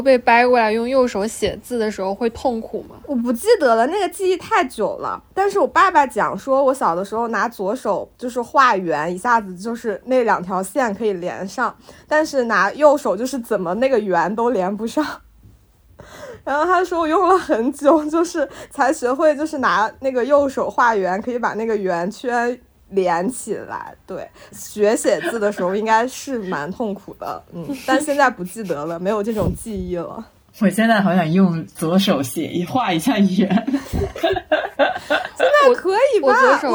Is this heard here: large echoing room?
no